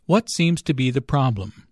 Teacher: Notice that the intonation falls at the end of the question.